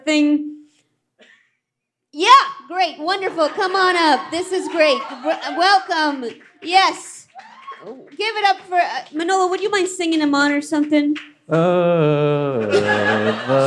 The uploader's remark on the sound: LIVE from Housing Works Bookstore in New York City